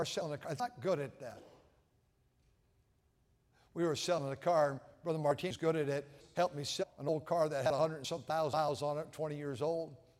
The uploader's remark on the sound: during the Sunday Evening service on December 3, 2023, at North Valley Baptist Church in Santa Clara, California.